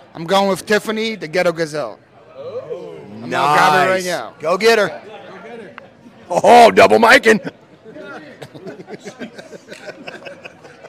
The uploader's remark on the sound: LIVE FROM FLIPCON